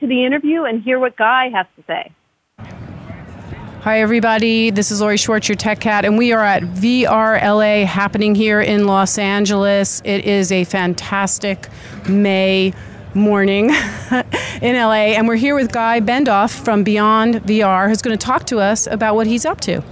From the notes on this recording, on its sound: Live From The Show Floor of VRLA 2018.